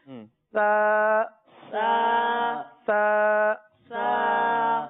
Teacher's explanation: دیکھیں اس میں سیٹی کی آواز نہیں آئے گی، صحیح، زبان اوپر لگے گی اور بالکل نرمی کے ساتھ ادا ہوتا ہے · زبان کا سرا اور اوپر کے دانتوں کے اندرونی کنارے، یہ اس کا مخرج ہے، ٹھیک، یہ جگہ ہے سا کا، سا کا، سا کا، تین نقطے والے حرف سا کا یہ مخرج ہے۔